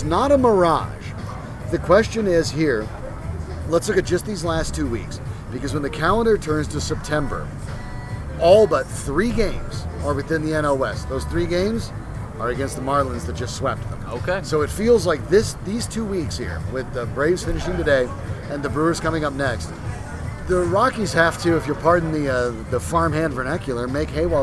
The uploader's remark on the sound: Recording live at Tap XIV prior to the #Rockies' series finale against the Braves.